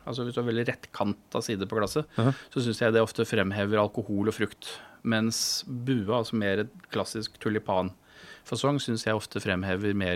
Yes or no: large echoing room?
no